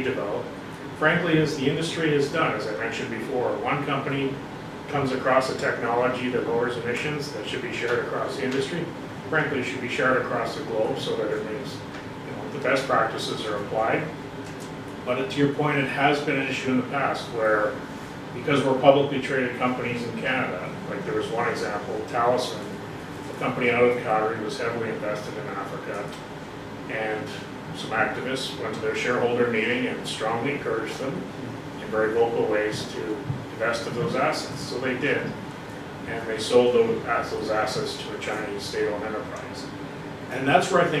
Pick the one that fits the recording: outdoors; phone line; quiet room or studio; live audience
live audience